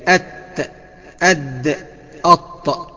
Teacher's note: الطاء والدال والتاء، ودول كلهم بيخرجوا من طرف اللسان مع اللثة العلوية